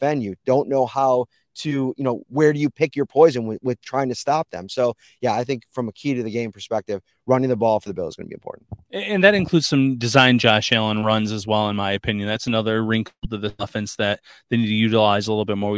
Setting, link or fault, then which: setting, inside a vehicle